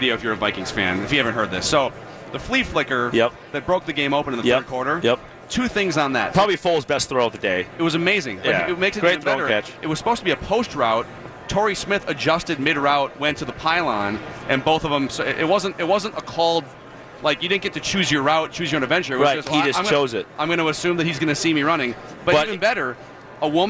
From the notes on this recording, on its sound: live from Radio Row all week